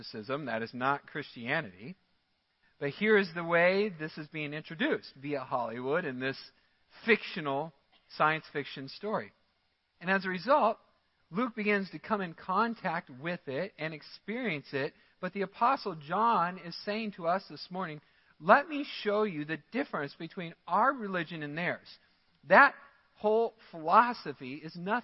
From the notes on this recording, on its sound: Midland Evangelical Free Church Sermon Audio